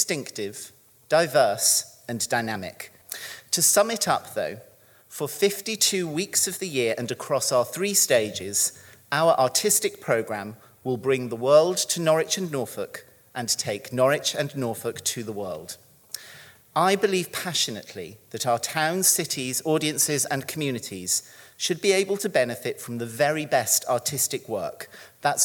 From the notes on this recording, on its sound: Recorded live at this year’s Centre Stage event. Norwich Theatre Royal.